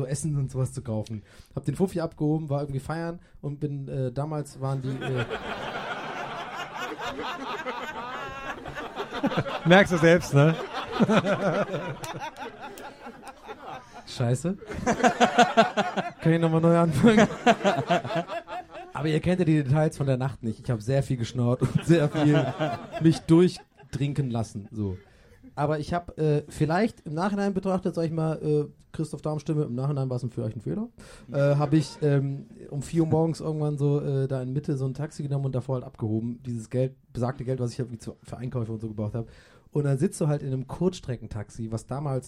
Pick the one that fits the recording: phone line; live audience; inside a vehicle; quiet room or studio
live audience